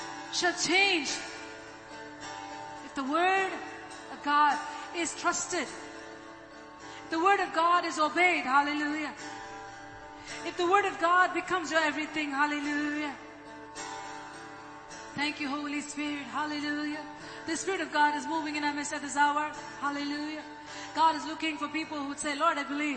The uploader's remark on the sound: ELBIM Church Sunday LIVE Stream Audio